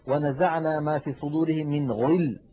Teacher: ولو سمعناها من بعض الإخوان المبتدئين ننبه، نقول لا تقل ونزعنا ما في صدورهم من غل، هذا مبالغة في تفخيم الغين المكسورة